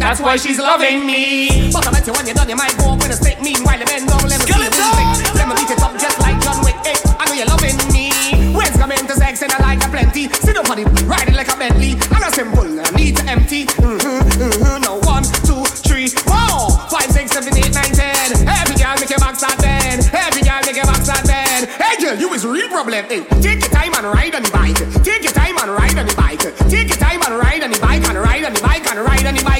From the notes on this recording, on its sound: Live Recording from "PLAY THURSDAYS". Inside The Dive, St Lawrence Gap.